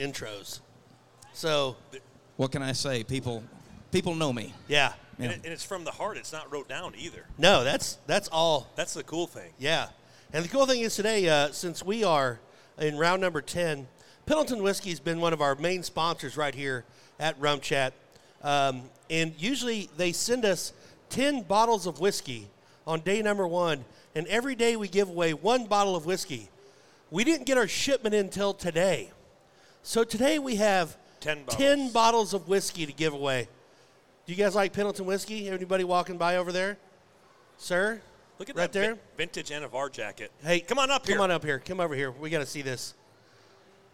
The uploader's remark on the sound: RümpChät Live at the 2023 NFR